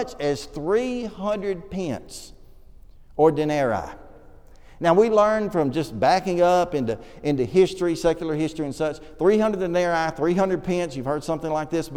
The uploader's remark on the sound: This sermon was preached at the Oneonta Church of Christ